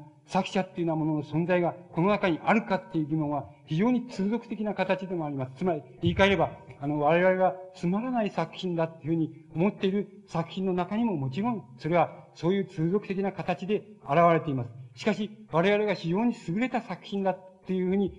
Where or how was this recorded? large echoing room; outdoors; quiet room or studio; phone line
large echoing room